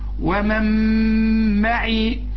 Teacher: النون هنا بتضغم في الميم وكانها غير موجوده · Term: ادغام